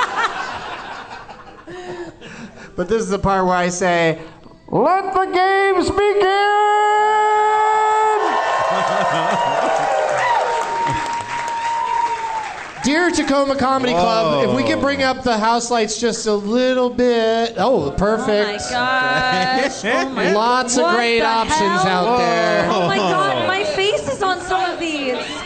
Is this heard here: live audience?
yes